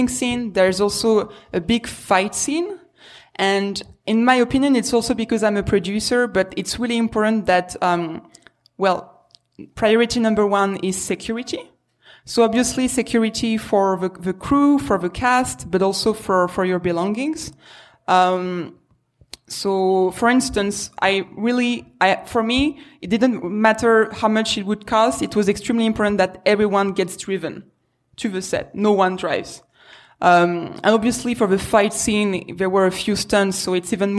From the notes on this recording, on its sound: LIVE recording of the first ever #MakeYourFilm event!!